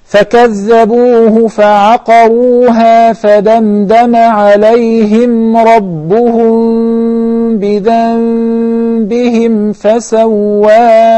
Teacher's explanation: So what we do is, we convert the noon into a meem, then we do with the meem what we did in the case of al-ikhfa' al-shafawi. We conceal the meem, we apply the ghunna, two counts, one, two, al-ghunna from the nasal, or al-khashum, then we pronounce the letter ba. · Term: al-iqlab